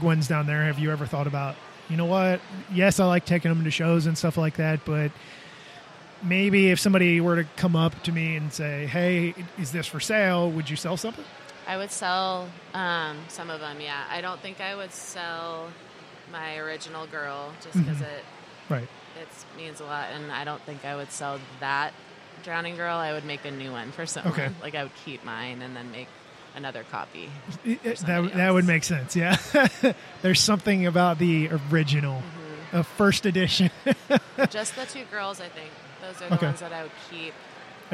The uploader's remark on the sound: LIVE at Nebraska Brick Days